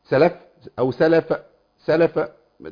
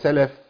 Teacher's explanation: امشي الصوت في الفاء وابين الرخاوه اللي فيها لكن دون احداث صوت · Shown in: second take